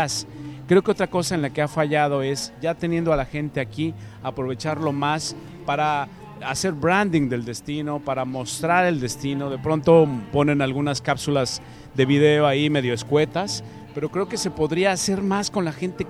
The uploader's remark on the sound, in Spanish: Tertulia radiofónica en el 17º Festival Internacional de Jazz de la Riviera Maya. Transmitido el domingo 1 de diciembre de 2019 desde el Festival de Jazz de Riviera Maya.